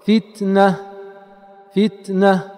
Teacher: يقلع التاء وينتقل للنون انتقالا زمنيا طبيعيا يخرج معه الهواء بطبيعته